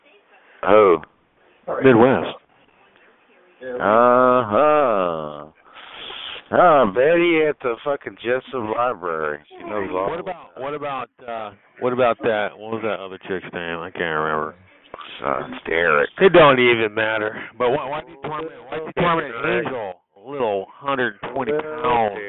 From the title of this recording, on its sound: Conference Call